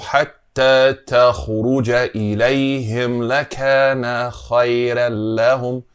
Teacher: The Ra is not مفخمة، it's مرققة. Why? Because of that ya.